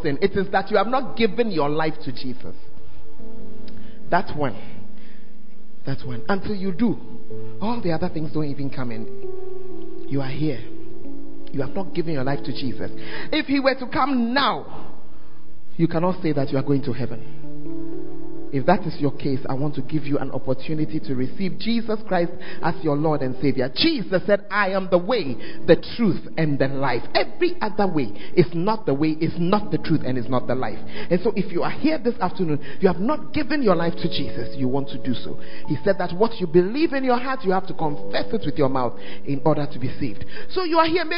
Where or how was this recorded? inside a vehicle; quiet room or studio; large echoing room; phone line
large echoing room